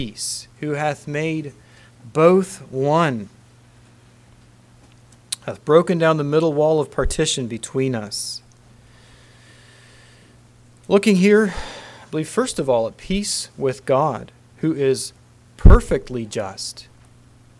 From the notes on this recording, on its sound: Council Message. Message preached at Word of Hope.